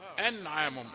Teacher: النون يعني ساكنة يعني قبل العين، فهي أنعامهم، الحكم إظهار أنعامهم، لا تحرك النون، لا تقول أنعامهم لا أنعامهم.